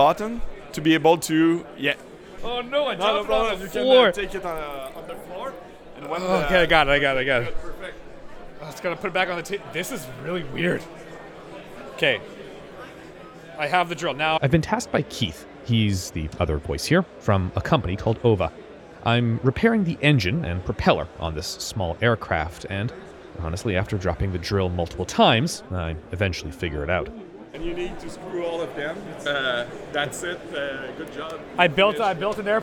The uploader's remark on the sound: Live at CANSEC 2023. Is live at CANSEC, Canada's largest global defence and security trade show.